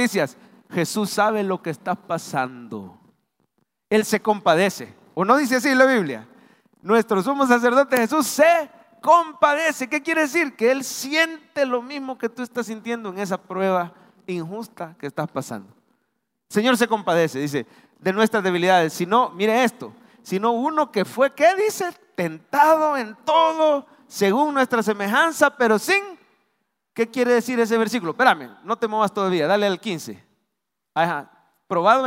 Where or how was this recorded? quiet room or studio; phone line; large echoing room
large echoing room